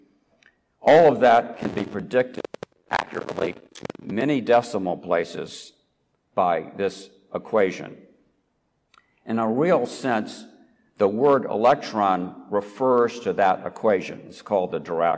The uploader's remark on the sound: recorded at the Dome Room at the Rotunda of the University of Virginia